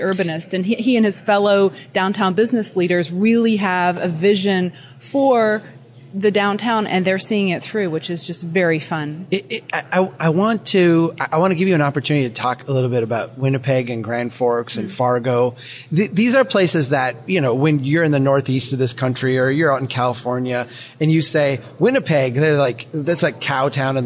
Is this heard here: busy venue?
yes